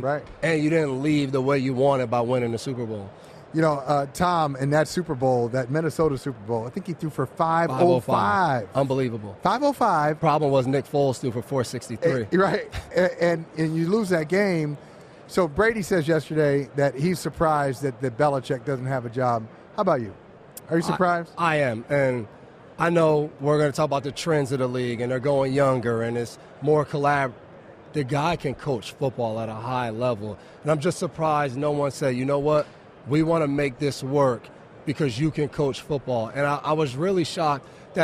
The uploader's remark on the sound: live on Radio Row for the Super Bowl